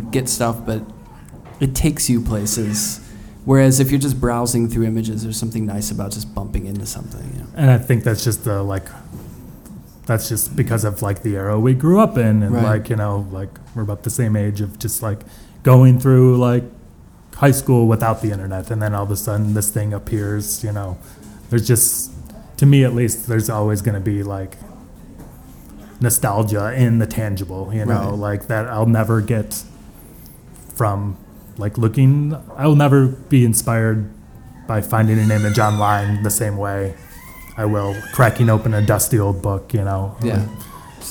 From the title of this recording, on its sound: from the NYABF at MoMA PS1